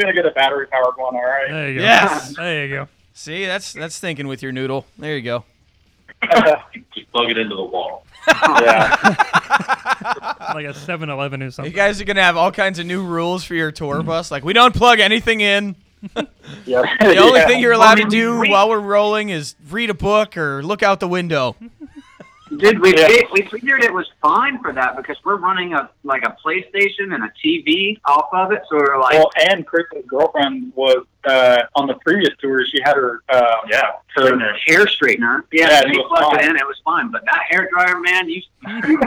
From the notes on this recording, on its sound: Phone in interview